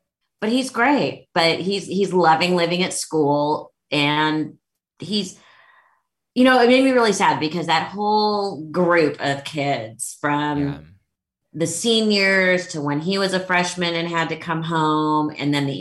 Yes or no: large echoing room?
no